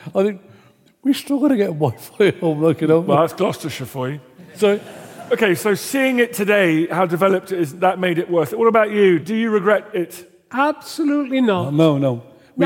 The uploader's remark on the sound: Taken from the 2021 Gloucester History Festival